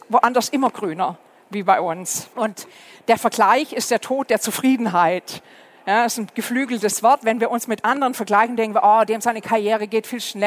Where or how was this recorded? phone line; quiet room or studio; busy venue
busy venue